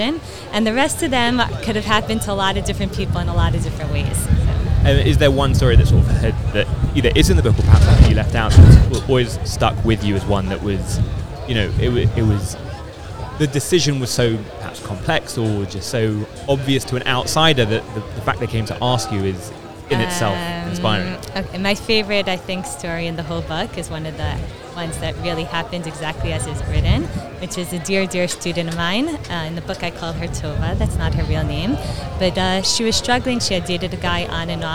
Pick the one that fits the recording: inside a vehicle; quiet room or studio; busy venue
busy venue